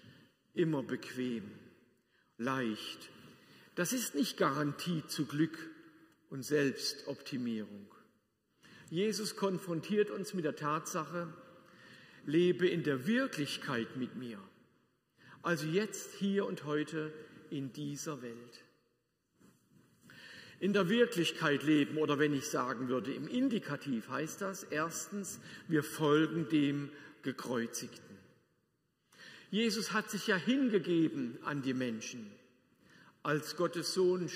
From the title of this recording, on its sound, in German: Predigt aus der Lutherkirche Plauen